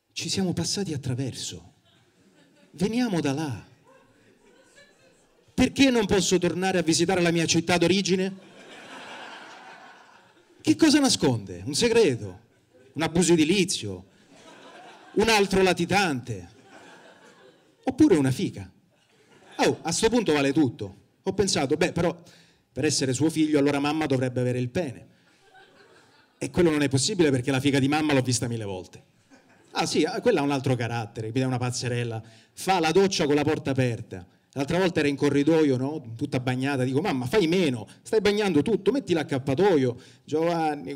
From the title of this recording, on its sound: Open Mic Tour - Palermo